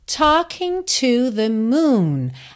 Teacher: a letra T em inglês tem um arzinho. E o L dessa palavra talk também não é pronunciado.